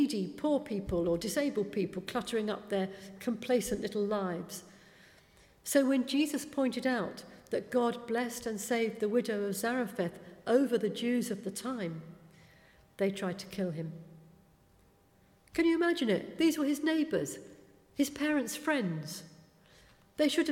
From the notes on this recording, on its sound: speaking at the 11 o'clock service